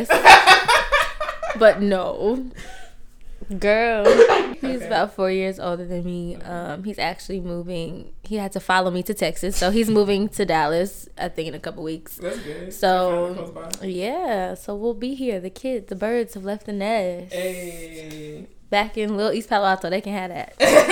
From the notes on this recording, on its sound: The audio will be better next episode.